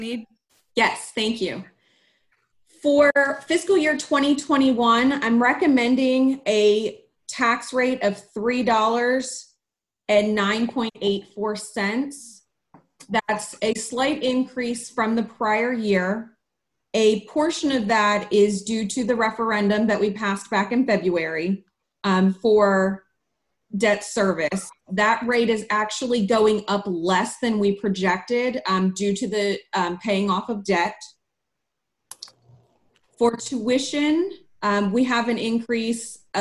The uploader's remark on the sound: This meeting was conducted online using the Zoom video conferencing platform.